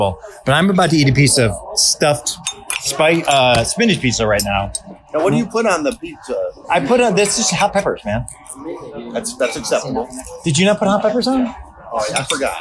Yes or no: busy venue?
yes